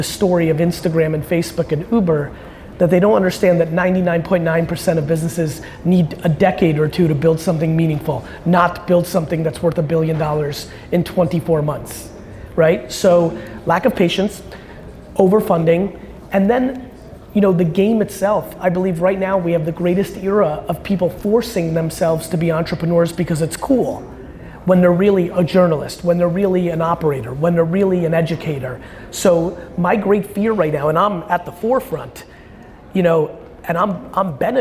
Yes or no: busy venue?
yes